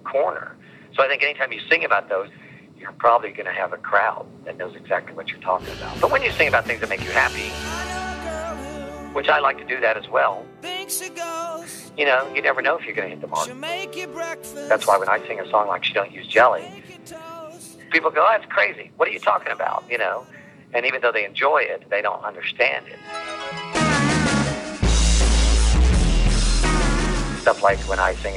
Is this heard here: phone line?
yes